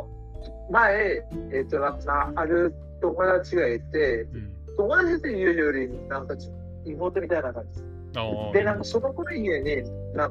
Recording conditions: poor sound quality